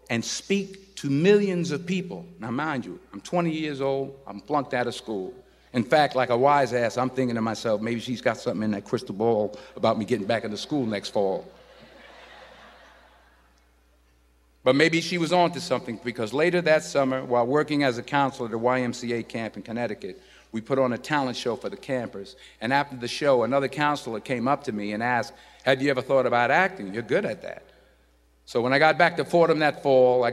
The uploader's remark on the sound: In this commencement address